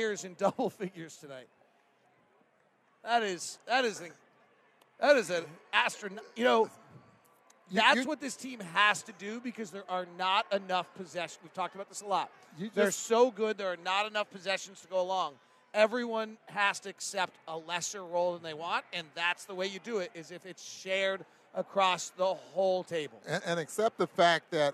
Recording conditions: busy venue